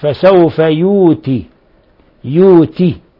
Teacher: بحذف الهمزة بإبدال الهمزة واوا وبكسرة، طبعا يوتي وصلا ويوتي بالروم وقفا أو يوت.